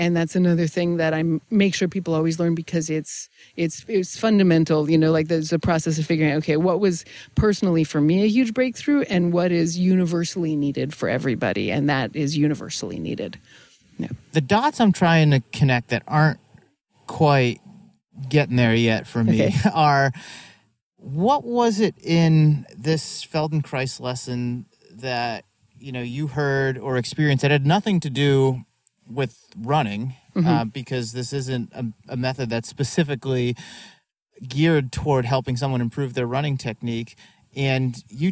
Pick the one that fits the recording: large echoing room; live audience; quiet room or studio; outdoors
outdoors